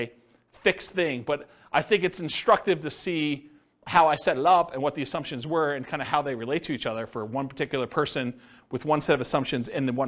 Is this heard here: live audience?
yes